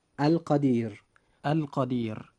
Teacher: حرف الراء جاء وقبله حرف من حروف اللين، وهو حرف الياء، لذلك وجب ترقيق حرف الراء عند نطقنا لهذه الكلمة، فنقول القدير القدير.